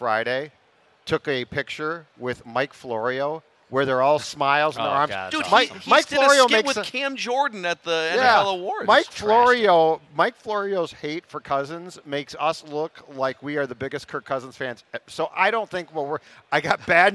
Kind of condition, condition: setting, busy venue